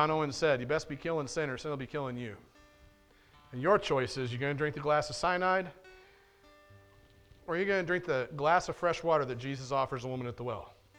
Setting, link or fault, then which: setting, large echoing room